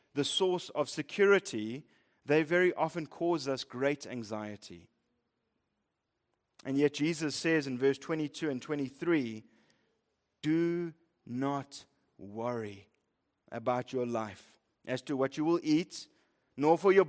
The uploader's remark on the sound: Preached at Living Stone Bible Church, Fourways, South Africa.